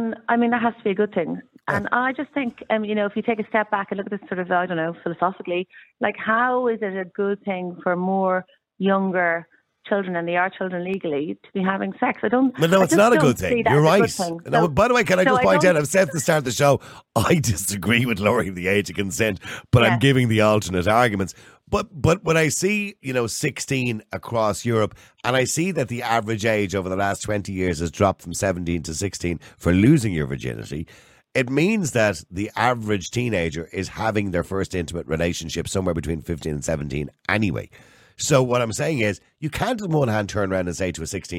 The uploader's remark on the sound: Opens the phone lines for callers to express their views.